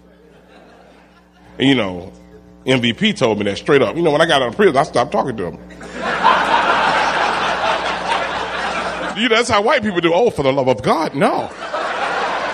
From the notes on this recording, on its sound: Recorded at the Houston Improv.